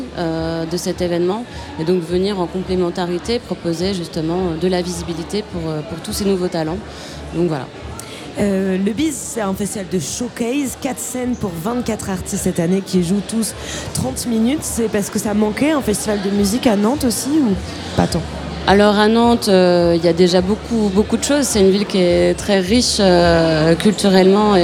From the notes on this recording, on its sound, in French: Le studio itinérant de Tsugi Radio pose ses valises au Stereolux pour le deuxième jour du Bise Festival à Nantes. Un festival de rencontres pro, de concerts, conférences et surtout une flopée d'artistes émergents.